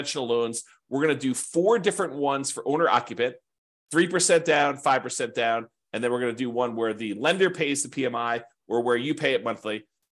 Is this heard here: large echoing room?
no